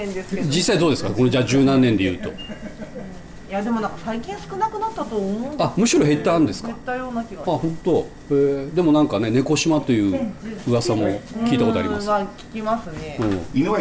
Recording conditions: outdoors